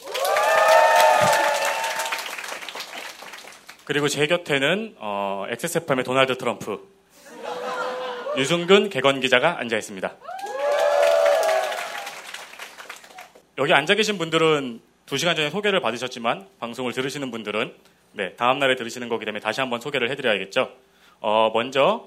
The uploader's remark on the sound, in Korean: 200회 특집 공개방송.